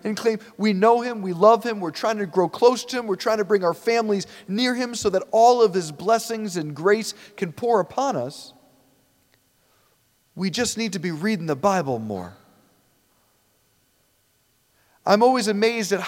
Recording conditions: large echoing room